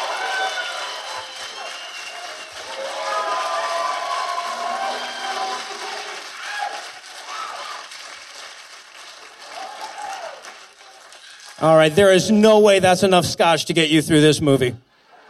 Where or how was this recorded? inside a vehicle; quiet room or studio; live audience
live audience